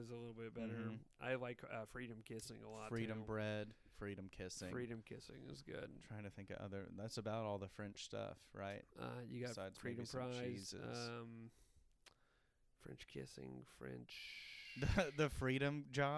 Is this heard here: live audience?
no